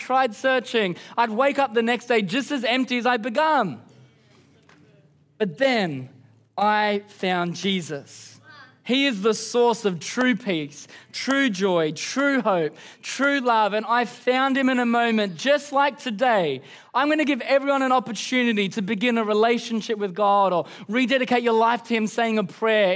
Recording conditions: live audience